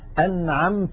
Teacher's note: أنعمت، هذه الكلمة فيها مثالان، النون ظاهرة عند العين والميم ظاهرة عند التاء